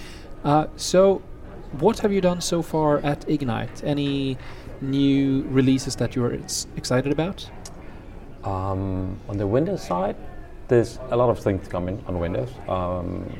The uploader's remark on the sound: The fifth episode recorded at Microsoft Ignite in Orlando is up!